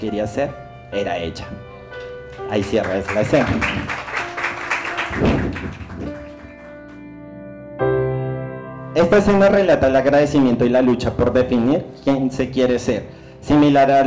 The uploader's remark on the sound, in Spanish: Nuestro último episodio fue grabado con público en nuestro #ZOOMEnVIVO